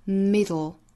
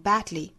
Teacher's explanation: 舌尖抵上齿龈之后，舌头两侧爆破发声 · Term: 舌边爆破